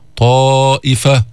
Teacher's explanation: ينطبق طائفة من اللسان على الحنك الأعلى عند النطق بها · Term: إطباق